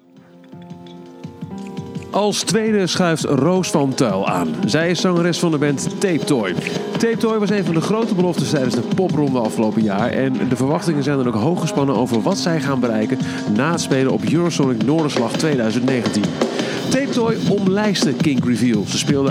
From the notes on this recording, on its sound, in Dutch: Aflevering 3 is opgenomen tijdens ESNS zelf, op KINK re:veal.